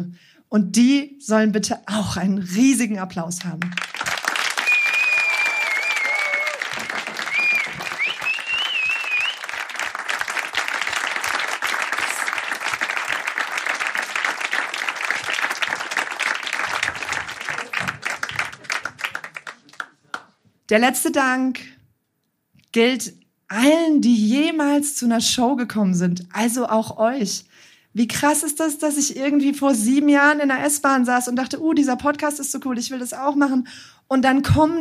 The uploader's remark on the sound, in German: Einige Beiträge von unserer Show vom 07.09.2023 im Baergarten des Revier Südost. Unser tolles Publikum vor Ort.